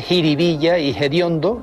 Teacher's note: aspiran la F inicial de determinadas palabras populares · Term: aspiración